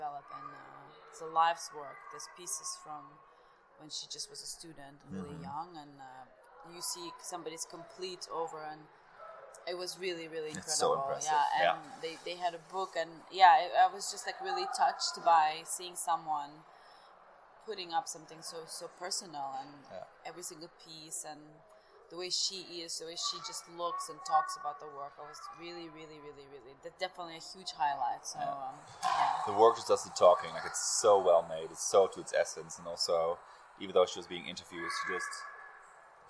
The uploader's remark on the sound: Current Obsession at Munich Jewellery Week 2023. A conversation recorded at the buzzing hub.